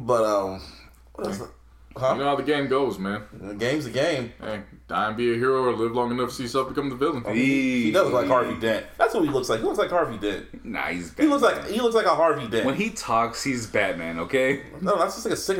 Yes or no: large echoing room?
no